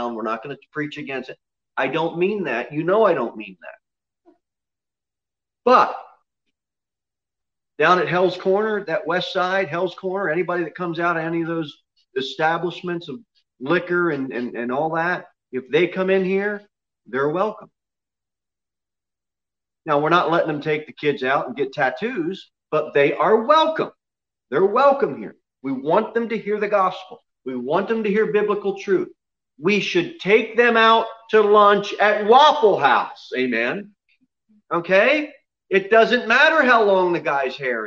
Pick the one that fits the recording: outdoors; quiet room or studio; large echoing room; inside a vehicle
large echoing room